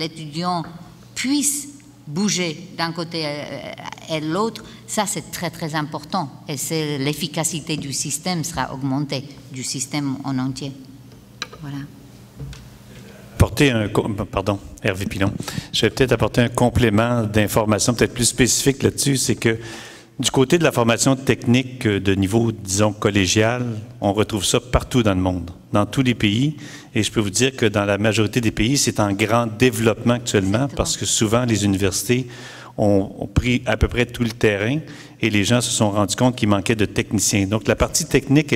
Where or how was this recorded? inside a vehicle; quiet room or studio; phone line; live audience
live audience